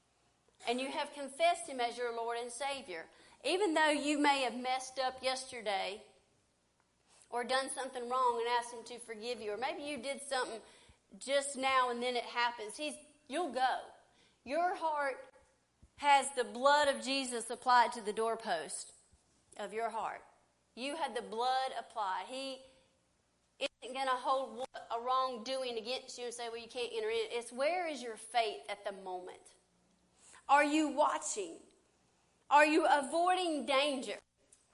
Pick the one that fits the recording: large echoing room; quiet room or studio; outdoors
large echoing room